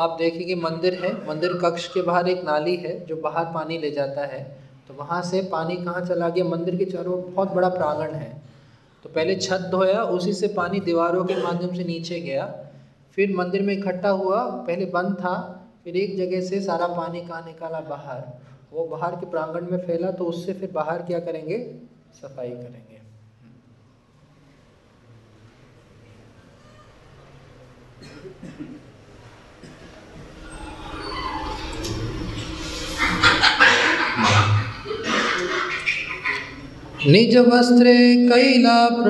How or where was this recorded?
live audience